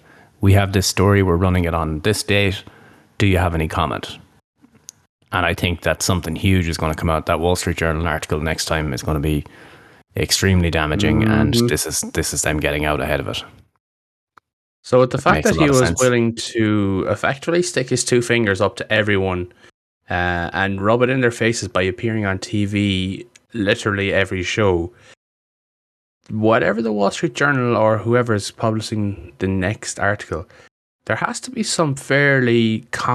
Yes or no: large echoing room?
no